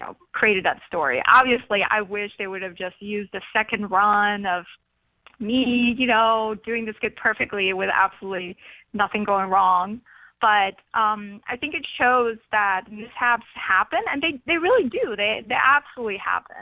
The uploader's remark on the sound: calls